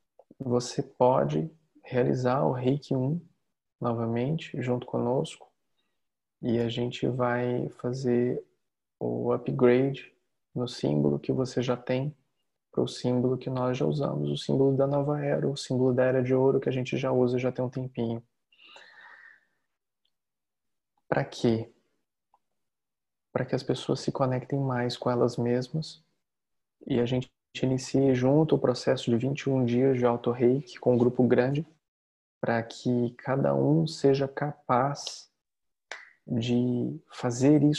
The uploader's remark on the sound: Online via Zoom